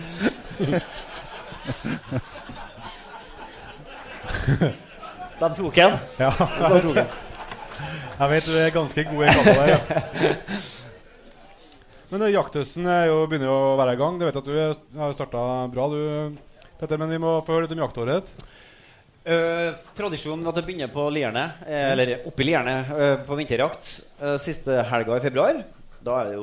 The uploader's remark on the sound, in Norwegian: Jegerpodden LIVE Steinkjer. Her kommer Jegerpodden Live fra Steinkjer.